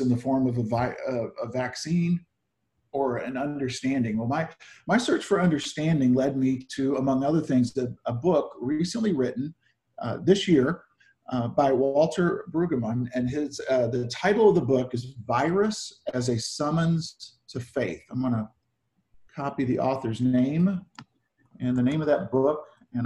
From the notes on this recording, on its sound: Zoom Sunday 7-5-20 (Audio).